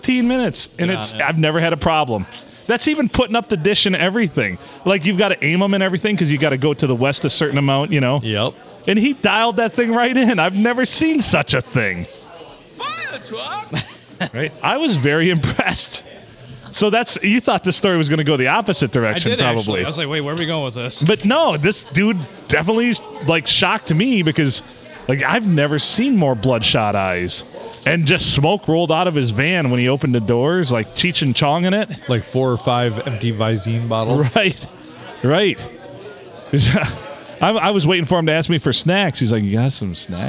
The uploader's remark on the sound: Recorded from our normal table at the Blue, after a little snafu on a Sunday night in the glorious 4-69!